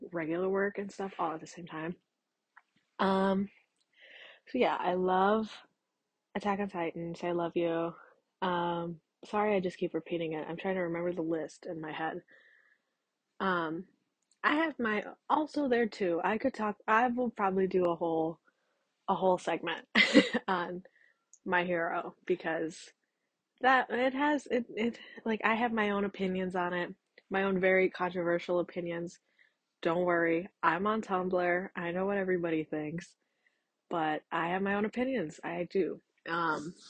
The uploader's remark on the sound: Please be gentle about my amazing audio quality and nervousness.